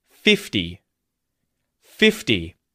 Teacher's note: Now that T in 50, like with 15, has become a D sound.